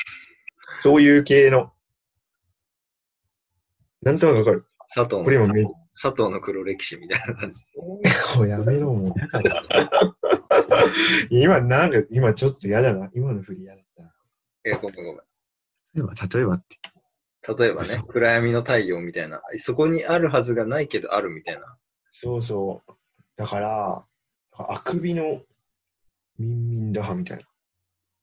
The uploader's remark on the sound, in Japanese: リモート録音なので音質はそこまでよくありません。